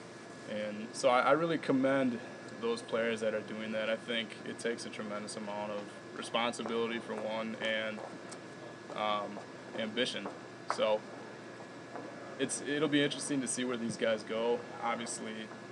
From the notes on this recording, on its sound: at the Red Smith Banquet up in Appleton